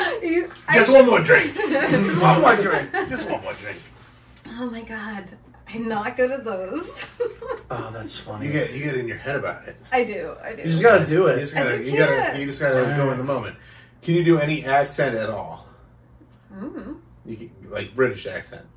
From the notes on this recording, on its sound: The sound got messed up on this one.